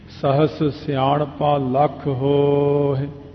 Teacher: ਹੋ ਲੰਮਾ ਕਰ ਲਓ, ਹਾਏ ਦੀ ਸਿਹਾਰੀ ਆਪਣੇ ਆਪ ਹੀ ਬੋਲ ਜਾਂਦੀ ਹੈ, ਉਹਨੂੰ ਕਹਿਣ ਦੀ ਲੋੜ ਨਹੀਂ ਪੈਂਦੀ। · Term: ਦੀਰਘ